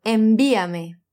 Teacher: com o B mais forte, como o do português, porque a letra vem depois de uma consoante nasal, a letra N